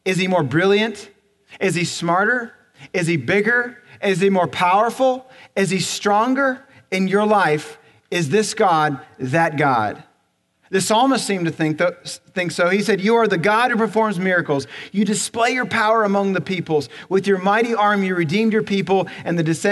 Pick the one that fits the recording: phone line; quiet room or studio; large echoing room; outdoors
large echoing room